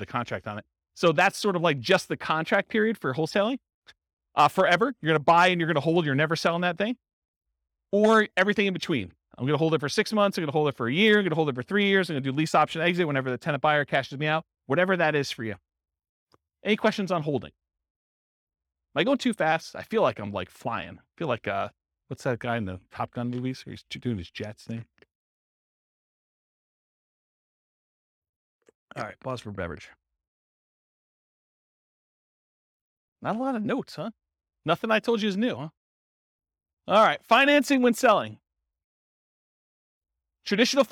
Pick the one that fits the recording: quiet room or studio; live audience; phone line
live audience